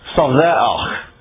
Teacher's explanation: This is what we call a guttural. Raspy sound.